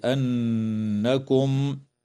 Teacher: وتغن النون المشددة في كلمة أنكم